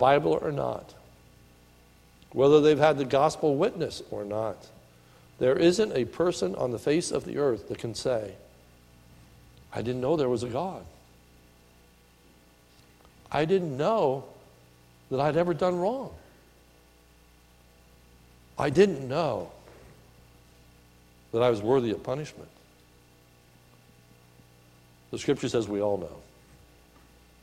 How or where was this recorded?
large echoing room